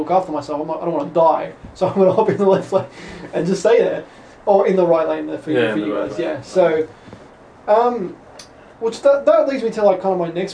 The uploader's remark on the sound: This is the backup recording as the normal recorder had issues.